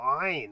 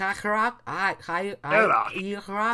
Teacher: Iraq begins with uh, what's called an Ein, which is like a kind of guttural sound back in your throat